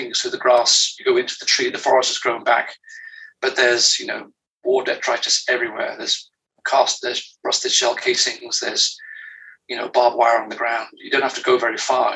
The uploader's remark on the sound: One small warning: the audio’s a bit hinky. Dialing in from France where he says the Wifi isn’t as top shelf as the world-renowned wine.